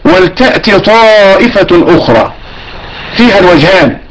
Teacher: أدغمنا التاء في الطاء مرة وأظهرناها مرة · Term: ادغام التاء